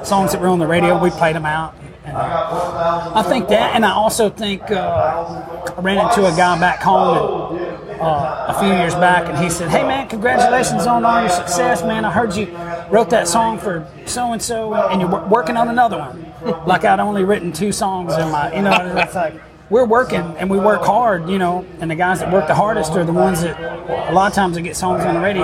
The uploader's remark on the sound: The 18th annual John Jarrard concert at the Brenau University Front Lawn in Gainesville, Georgia. This was completely off the cuff, raw and with a lot of background noise.